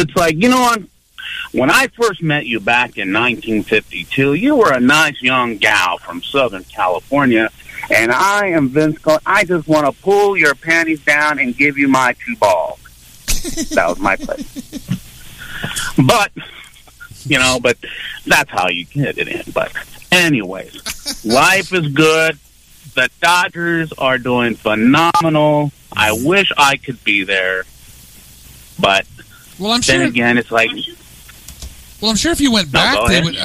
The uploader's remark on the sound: Drop in on the phones. We get a surprise call.